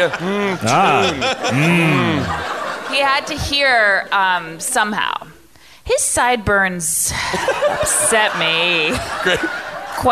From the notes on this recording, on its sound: Recorded LIVE from the world famous Largo at the Coronet in Los Angeles